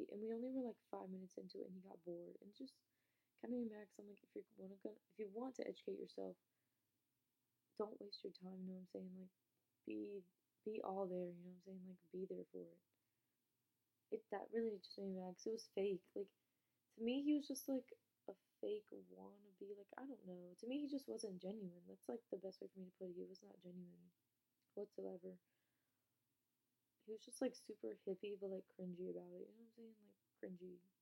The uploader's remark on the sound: Sorry if the audio quality is bad.